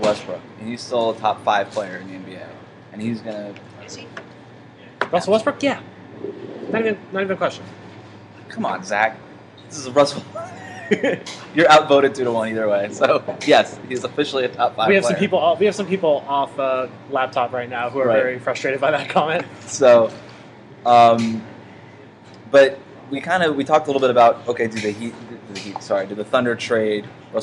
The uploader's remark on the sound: broadcast live from Summer League